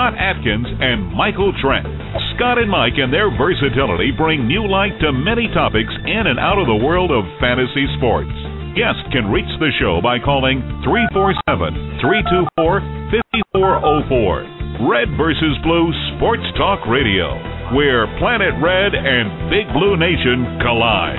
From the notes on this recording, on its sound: a special CALL-IN SHOW